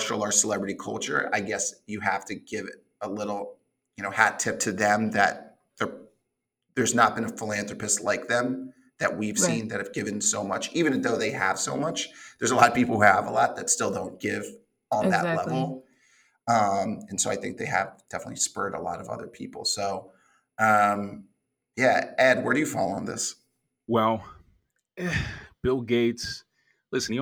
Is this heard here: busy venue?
no